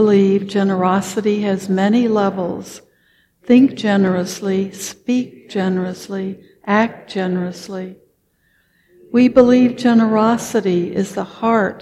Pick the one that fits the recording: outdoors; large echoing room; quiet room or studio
large echoing room